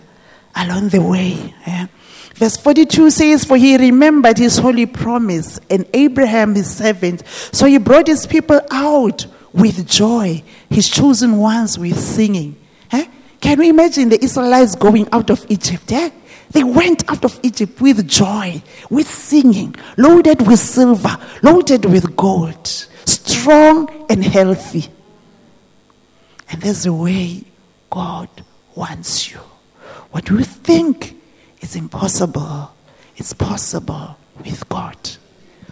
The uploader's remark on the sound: This message was preached at GTCFC City Campus.